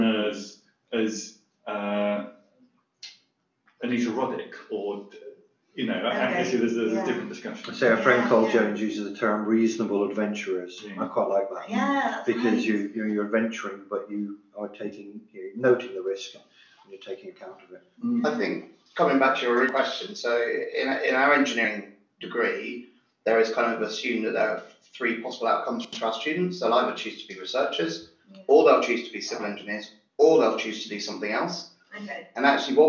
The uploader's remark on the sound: Our first ever podcast (before we got some better microphones!